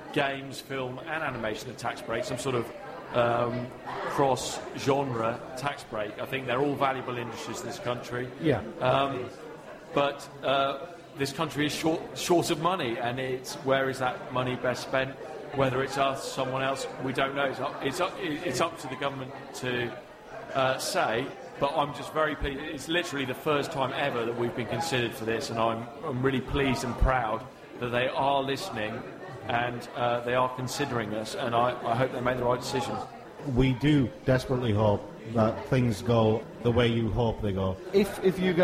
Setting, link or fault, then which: setting, live audience